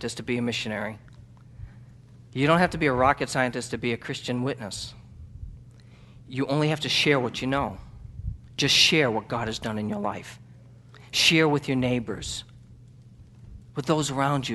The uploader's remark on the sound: NBC 2009 Missions Conference. At Northside Baptist Church of Elkhart, Indiana.